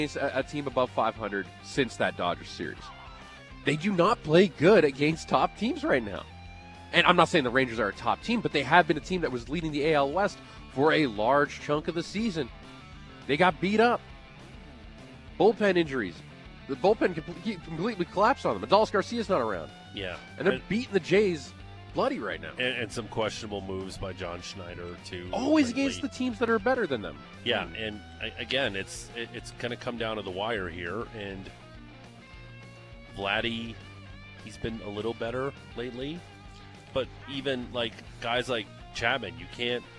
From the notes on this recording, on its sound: Live from the Flames Charity Golf Classic at Country Hills Golf Club.